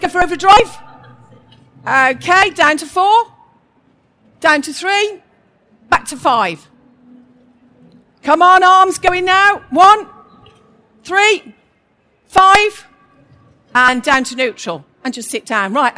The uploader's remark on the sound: In the School Improvement Summit of the Schools & Academies Show at the NEC in Birmingham. This session was recorded live on 13th November 2019.